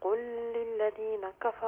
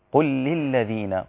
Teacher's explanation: وليس هناك غنة في اللام